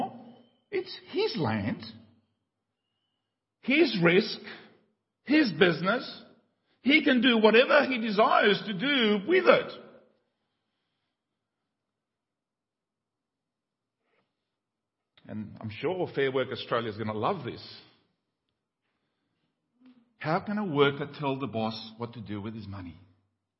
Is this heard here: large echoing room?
yes